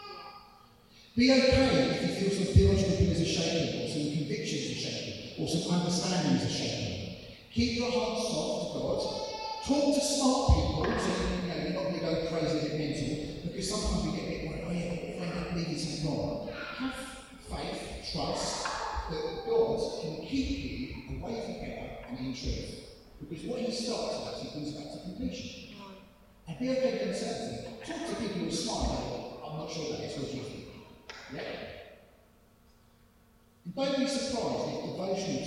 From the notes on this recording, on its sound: This audio is very poor quality, sorry!